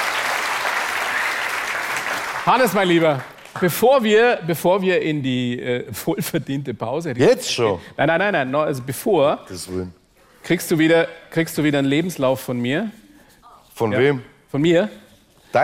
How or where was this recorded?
live audience